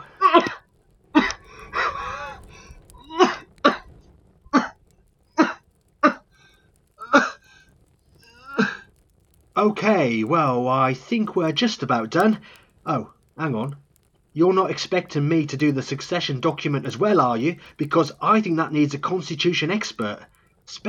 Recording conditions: poor sound quality